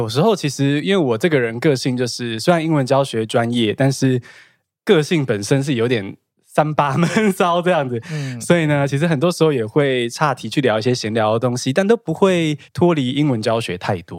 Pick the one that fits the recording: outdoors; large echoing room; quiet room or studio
quiet room or studio